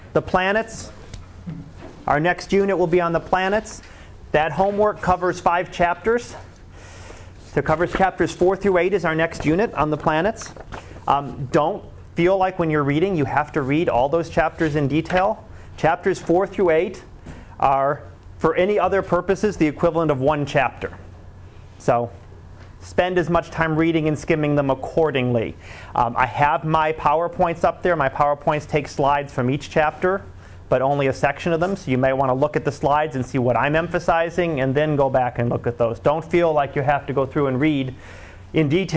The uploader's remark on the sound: Live Class Lecture